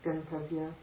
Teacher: Gum plus tavya, the makara will go to the nasal of the class, of the ta class. Gum becomes gun, guntavya. · Term: Sandhi